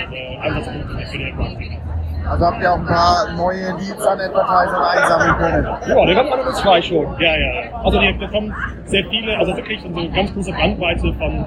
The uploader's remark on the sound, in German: Soundqualität auf Wish bestellt // OMR Recap. Leider ist der Ton nicht so gut geworden, da die Hintergrundgeräusche zu laut waren.